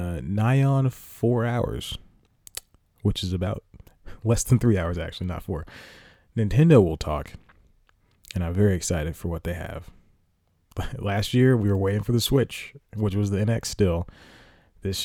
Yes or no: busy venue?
no